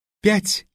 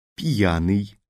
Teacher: Они различаются между собою опять-таки лишь тем, что во втором столбце между согласным и тем гласным, который идет за ним, слышится звук «ий» · Shown in: second take